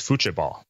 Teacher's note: It's spelled with a T, but it's more of a CH sound, if I recall correctly.